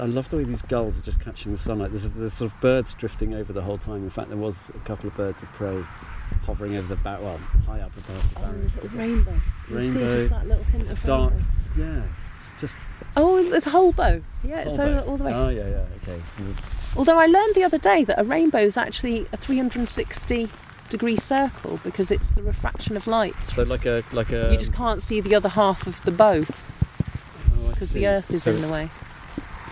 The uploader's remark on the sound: On a circular walk from the stone circle at Avebury onto mysterious Fyfield Down before walking along the Ridgeway to magnificent West Kennet Long barrow.